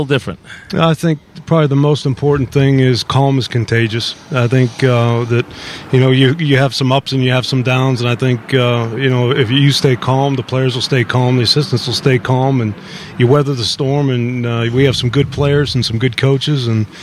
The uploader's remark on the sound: live from Giant camp